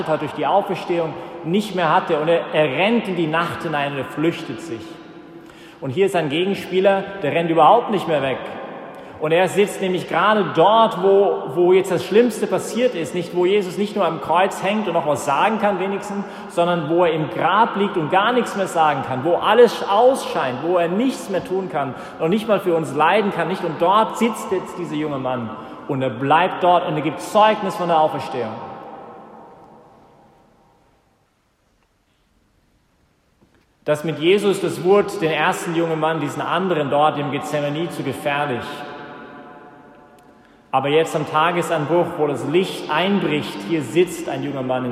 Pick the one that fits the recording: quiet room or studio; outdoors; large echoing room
large echoing room